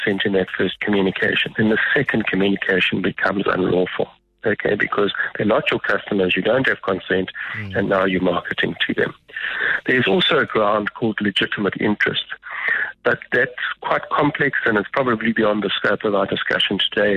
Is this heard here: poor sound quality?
no